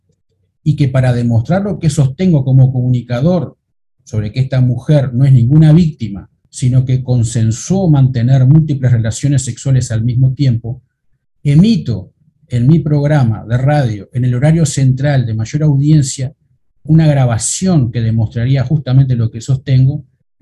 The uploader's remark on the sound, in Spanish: Mesa Redonda Virtual